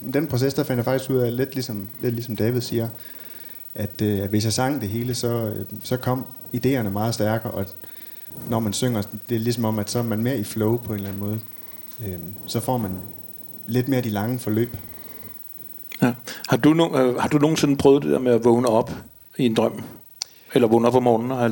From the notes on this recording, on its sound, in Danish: Live i Huset i Aalborg. Indspillet og interviewet på scenen i Huest i Hasserisgade i Aalborg i 2020.